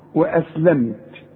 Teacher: بقفل فيها شفايفي وما غنش، ما قولش واسلمت، لا قول لي واسلمت، دي في كلمة واحدة.